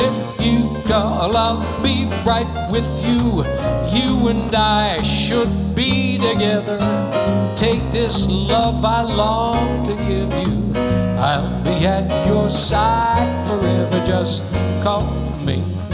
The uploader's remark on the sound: Live at the SouhtPoint Casino